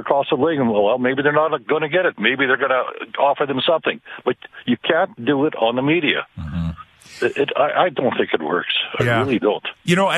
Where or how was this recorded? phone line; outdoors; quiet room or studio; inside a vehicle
phone line